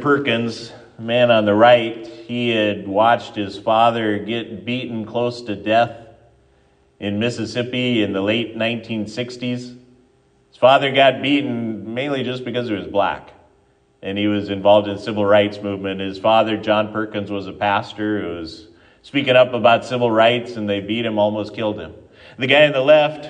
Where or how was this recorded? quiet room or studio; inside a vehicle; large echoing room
large echoing room